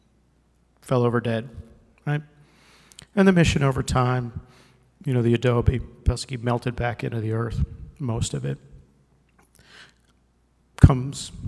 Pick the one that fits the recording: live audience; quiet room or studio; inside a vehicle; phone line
live audience